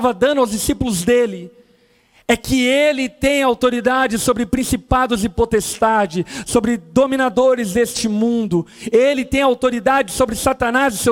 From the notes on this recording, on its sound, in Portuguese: Gravado na Conferência Rampa 2021 Veritas.